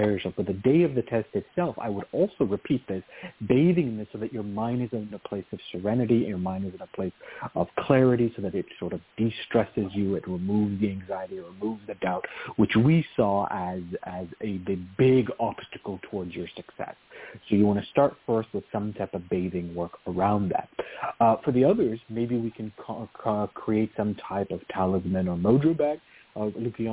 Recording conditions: phone line